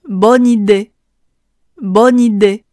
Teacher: bo 这个地方提前震动声带，bo，n i n i 连起来，bo，nide，i 使劲往两边裂开。除此之外，要强调的是，bo ni de 这个词并不存在任何的鼻音，不能发成 bo nide，bo n 这个阴性的词不同于 bo 已经失去了鼻环元音。quelque chose Boire.